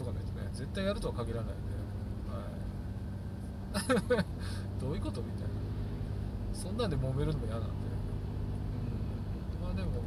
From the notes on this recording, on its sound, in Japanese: 運転中。車運転しながら。雑音多いですけど。